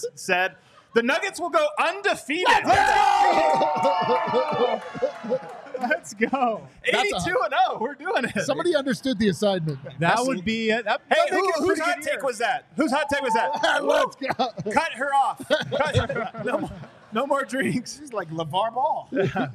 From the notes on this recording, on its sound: Live from the DNVR Bar. Audience Q&A.